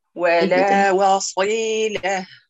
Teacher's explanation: انتبهي للصاد المطبقة وإن كسرت تحافظي باقيها وأتمي كسر.